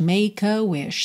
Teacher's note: Make termina em el não é pronunciado, você já junta o K no A seguinte